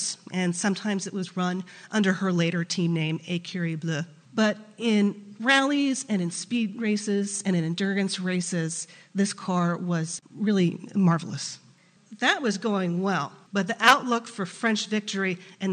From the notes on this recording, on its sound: was recorded in front of a live studio audience